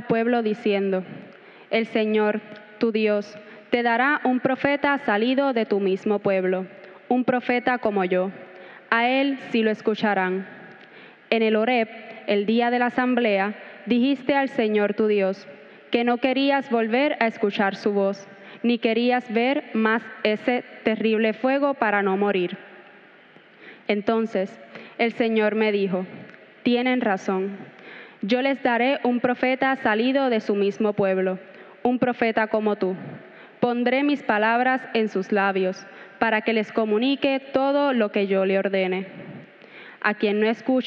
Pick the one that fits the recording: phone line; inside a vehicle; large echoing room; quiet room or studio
large echoing room